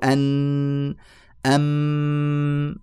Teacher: الهواء الذي يخرج انحبس تماما وانغلق امامه الطريق تماما في مخرج النون ومخرج الميم · Term: الغنة